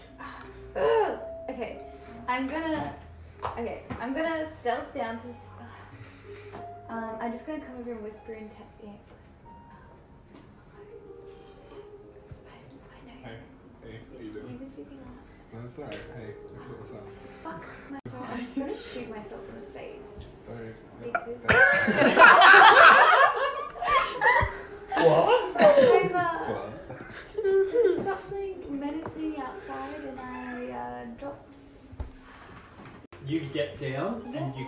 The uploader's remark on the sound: This is a tester sampling audio recording isn’t awesome.